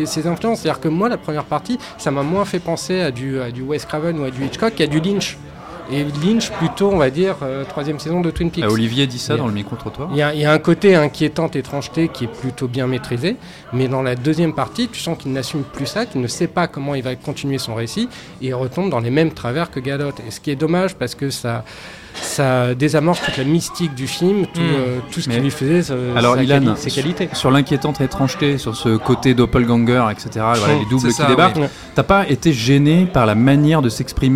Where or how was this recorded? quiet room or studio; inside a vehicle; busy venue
busy venue